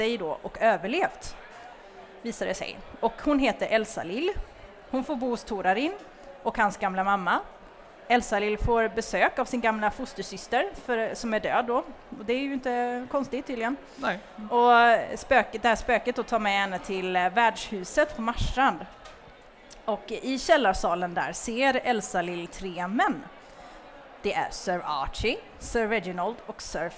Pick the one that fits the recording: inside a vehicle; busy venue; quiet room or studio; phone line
busy venue